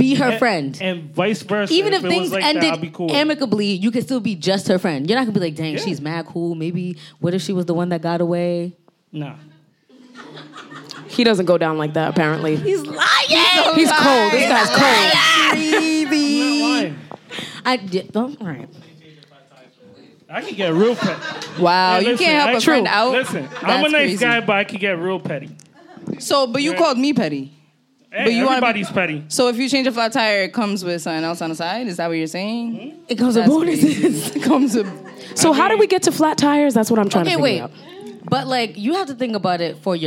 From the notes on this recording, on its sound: Spark Up went LIVE! Recorded live at Trade Pop-Up.